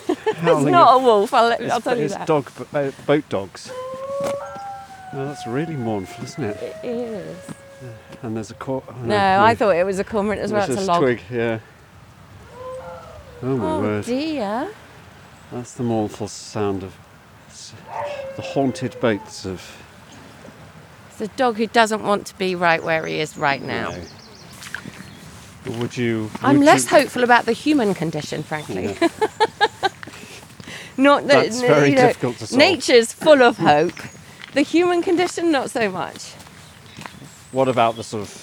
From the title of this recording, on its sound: A riverside walk